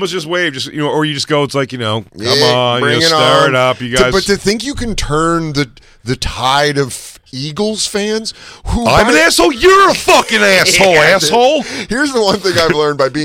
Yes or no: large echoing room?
no